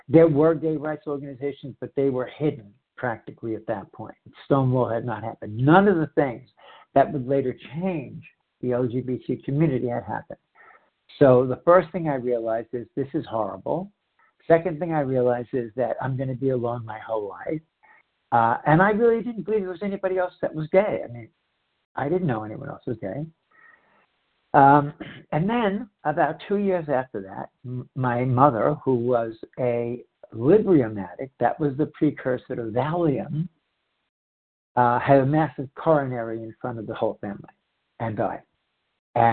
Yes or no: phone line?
yes